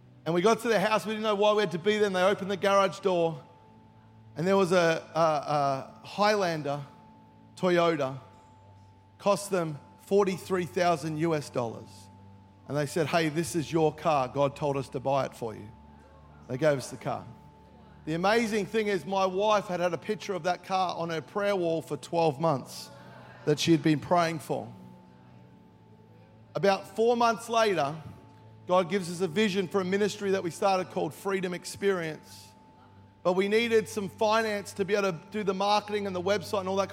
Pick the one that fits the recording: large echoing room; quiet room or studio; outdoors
large echoing room